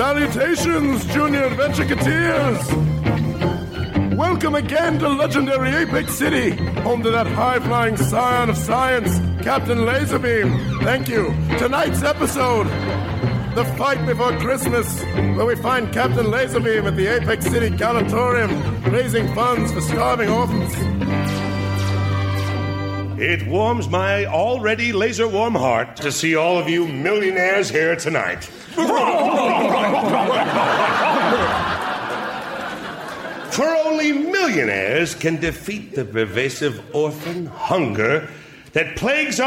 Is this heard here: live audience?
yes